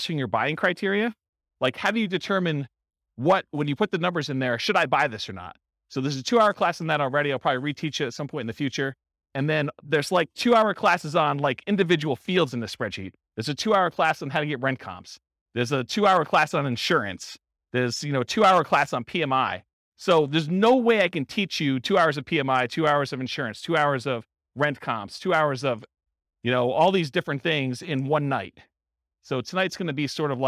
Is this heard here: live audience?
yes